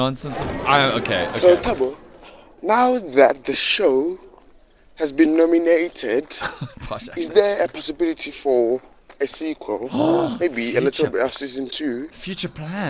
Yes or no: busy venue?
yes